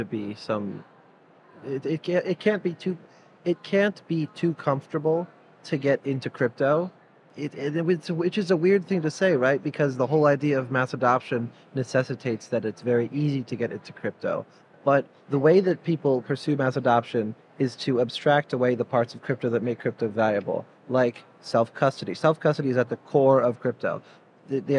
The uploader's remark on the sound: Live from Consensus 2023. Sit down for a live, in-person conversation on all things Consensus 2023.